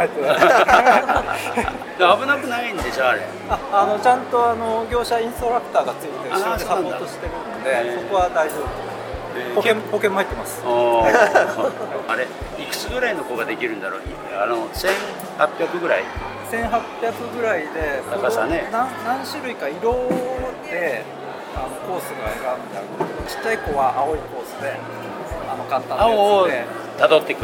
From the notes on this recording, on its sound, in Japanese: 公開収録：第56回目黒区商工まつり。今回は、目黒区商工まつりの協会ブースで収録。会場の模様をお伝えします。